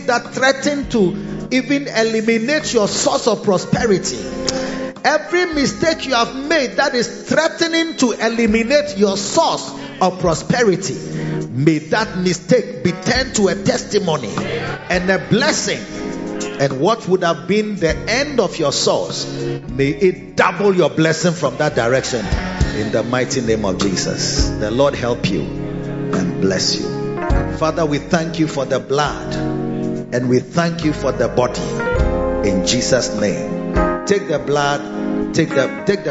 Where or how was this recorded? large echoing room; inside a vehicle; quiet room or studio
large echoing room